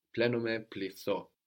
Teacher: we have the TH there, deleting the N, but the vowel changes a little bit too. Plenome, plitho.